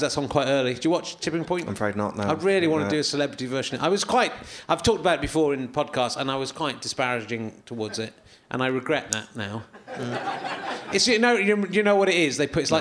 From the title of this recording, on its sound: Leicester Square Theatre Podcast